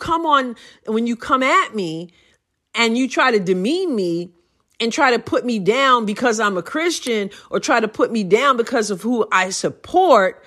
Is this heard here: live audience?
no